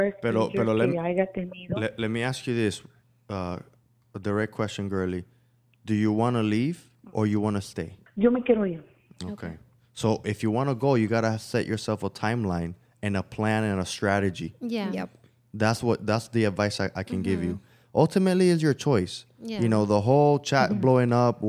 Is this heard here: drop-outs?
no